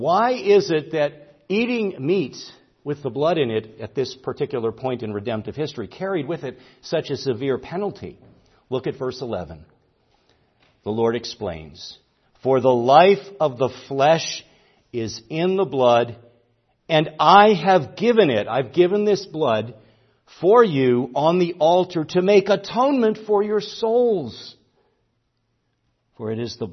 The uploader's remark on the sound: preached at Grace Orthodox Presbyterian Church in Sewickley, PA, during the evening Worship Service on Sunday, October 15, 2023